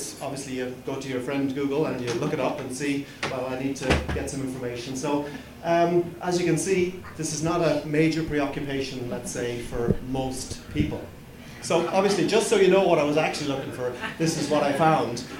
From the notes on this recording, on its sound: I am bringing you a recording of a talk. The talk was recorded during the March Green Drinks event hosted by The Dublin Branch of The Irish Wildlife Trust.